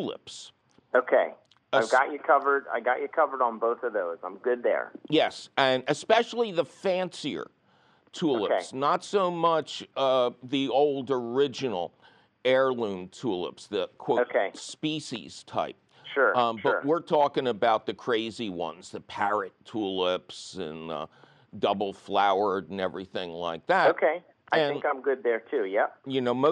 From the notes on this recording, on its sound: your fabulous phone calls!